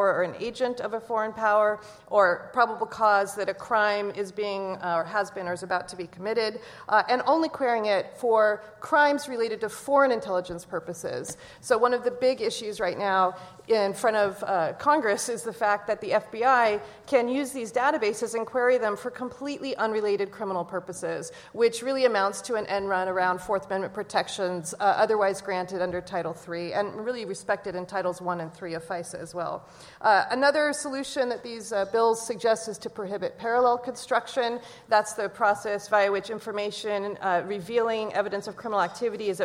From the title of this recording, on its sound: LIVE from the Annual Conference